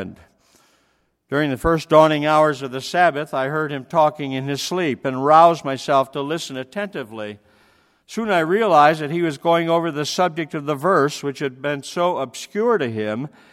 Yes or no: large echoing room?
yes